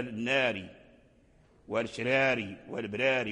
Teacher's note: في الوصل يعني يبقى الراء مكسورا في الوصل